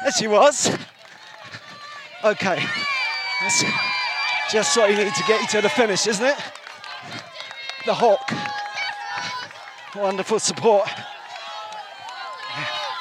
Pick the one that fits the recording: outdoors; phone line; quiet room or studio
outdoors